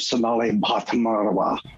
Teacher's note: Good pronunciation, by the way, on that aspirated B at the beginning of her name. That's a difficult sound for Americans.